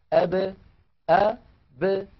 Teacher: يعني قلنا بأن العرب بدل أن يقولوا أب إذا سكنت الباء يقولون أب أ ب، فيخرجون الباء بالتباعد بين الشفتين لا بالتصادم بينهما · Term: القلقلة